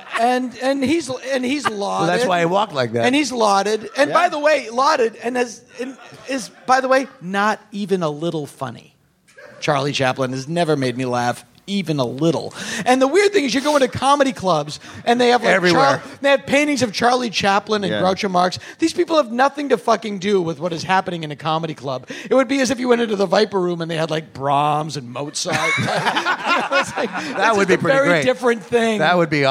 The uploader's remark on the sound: live from SF Sketchfest